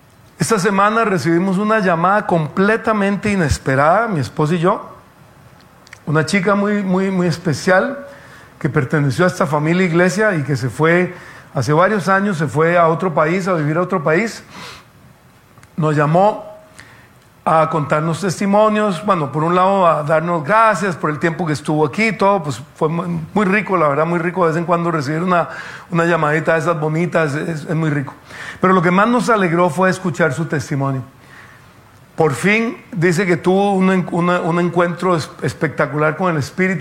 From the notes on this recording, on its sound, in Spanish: Tema originalmente presentado en vivo en la Reunión Familiar de Sydney el día 10 de Diciembre de 2022 por FaceBook Live